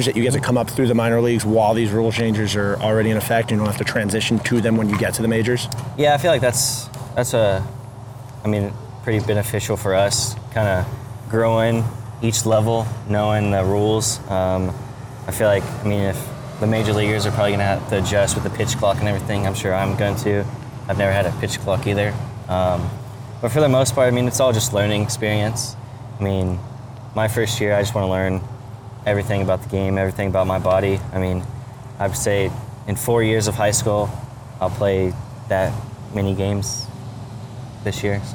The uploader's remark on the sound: Recorded at Spring Training